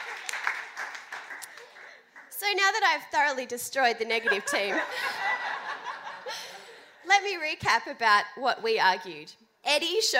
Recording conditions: busy venue